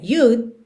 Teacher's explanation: Até porque eu encosto a língua no céu da boca para fazer o D, you'd, mas eu já tô com a língua no céu da boca para o L, you'd like, you'd like.